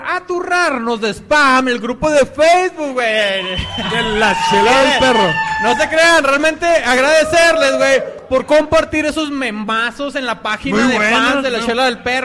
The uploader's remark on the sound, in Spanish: En Vivo. Grabado en Old SheepDog Brewery.